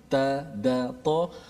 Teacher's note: Hujung lidah ke gusi hadapan, hujung lidah ke belakang pangkal gigi atas